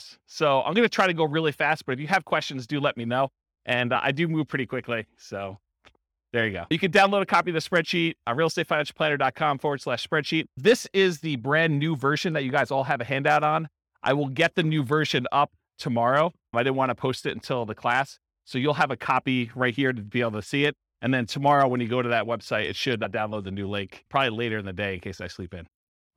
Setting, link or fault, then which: setting, live audience